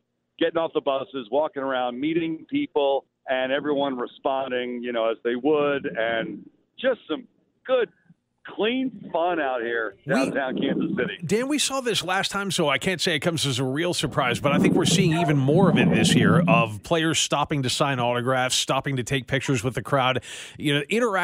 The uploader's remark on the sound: Providing you with live coverage of the Chief's Super Bowl parade.